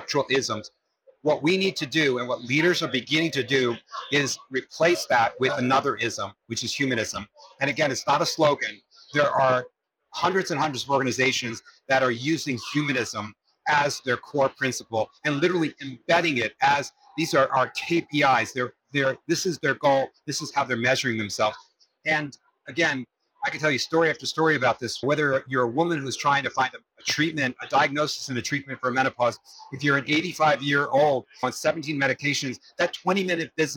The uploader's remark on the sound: it’s an Interview in Action live from HLTH